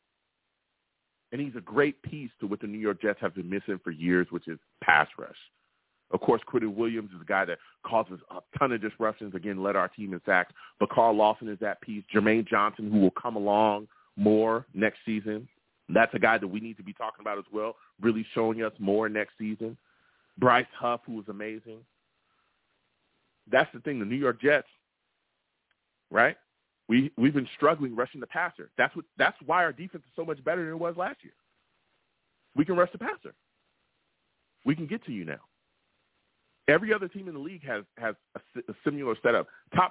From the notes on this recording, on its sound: I take live callers!